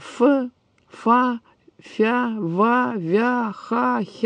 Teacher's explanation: согласные щелевые, которые образуются в результате сближения произносительных органов